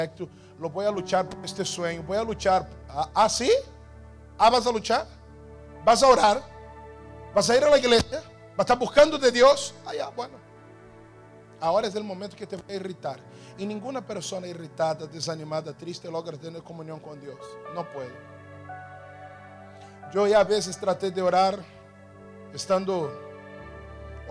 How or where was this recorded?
large echoing room